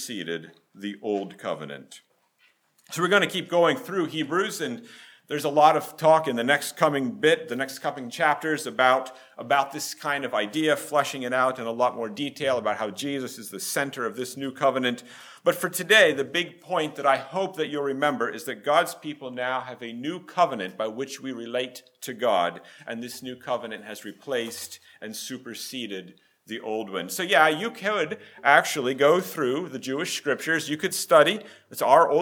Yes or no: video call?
no